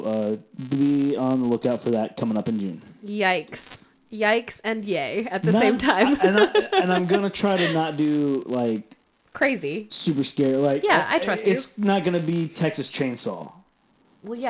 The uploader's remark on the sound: We apologize for the sound issues in this episode